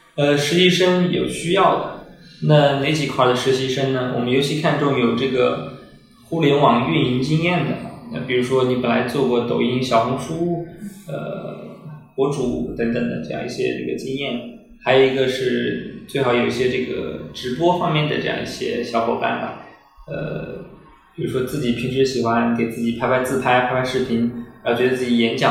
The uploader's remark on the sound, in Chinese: 虽然当时办公室装修还比较毛坯。本期线下录制有环境音，不影响对话内容收听。